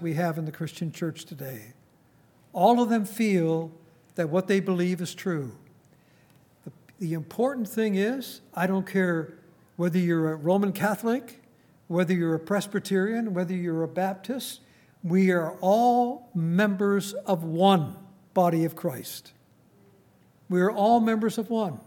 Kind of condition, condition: setting, large echoing room